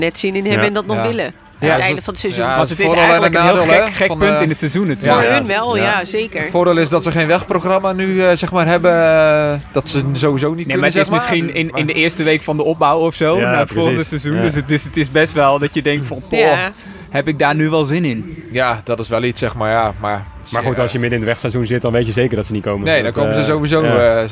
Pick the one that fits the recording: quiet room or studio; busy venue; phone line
busy venue